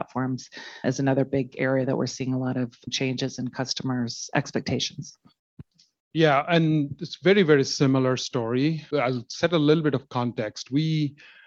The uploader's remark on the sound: Every episode is recorded from MTM’s Live Visionaries Webinar. Originally airs live from zoom every Tuesday at 9 AM PT.